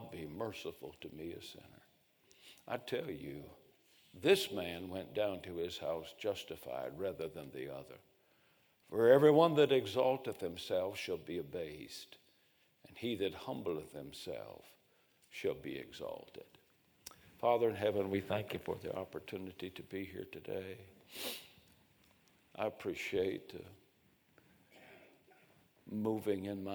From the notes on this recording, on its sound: A sermon preached Sunday Morning, on May 7, 2023.